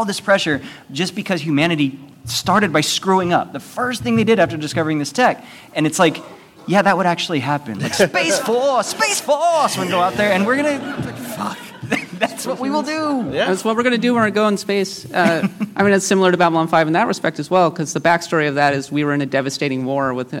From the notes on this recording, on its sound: PAX West LIVE. We take our Top 25 RPG countdown LIVE to PAX West.